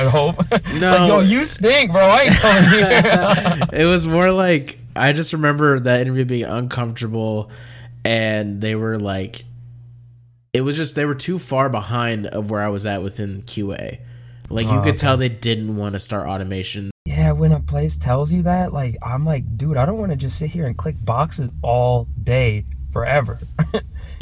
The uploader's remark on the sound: records from his car while out of town